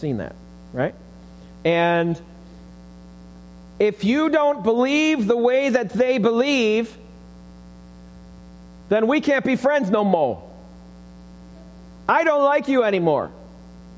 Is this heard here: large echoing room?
yes